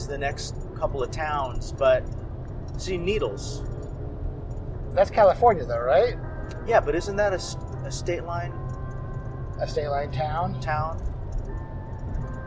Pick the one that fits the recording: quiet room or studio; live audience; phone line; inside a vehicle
inside a vehicle